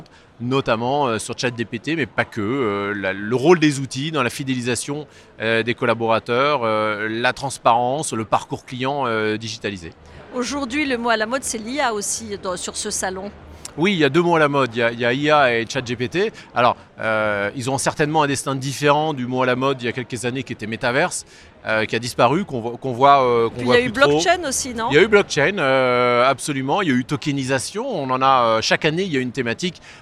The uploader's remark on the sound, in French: Cet épisode a été enregistré en live du salont RENT.